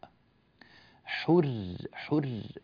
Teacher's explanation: من الحاء إلى راء مرققة مباشرة